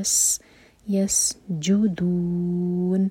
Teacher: سین پر وسل والا ساؤنڈ، سیٹی کی طرح آواز آنی چاہیے، یس یسجدون، نون کو ساکن کر کے رکیں گے تو دو چار حرکہ لمبا ہوگا مد عارض لے سکون.